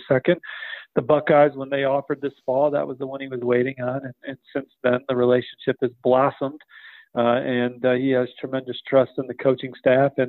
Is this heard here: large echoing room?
no